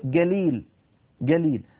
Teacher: وبعض القبائل الأخرى العربية تجعل نفس الصوت جا مقابل القاف